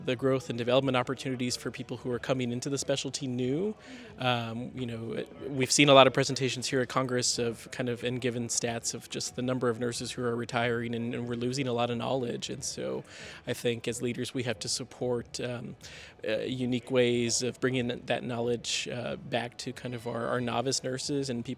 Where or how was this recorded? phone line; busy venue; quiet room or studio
busy venue